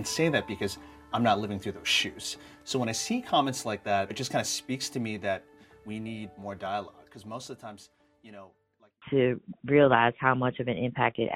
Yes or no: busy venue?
no